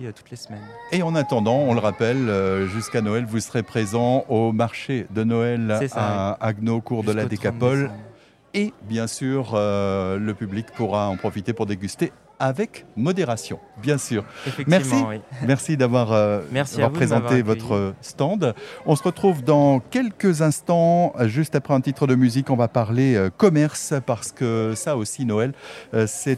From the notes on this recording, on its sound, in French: en direct du marché de Noël à Haguenau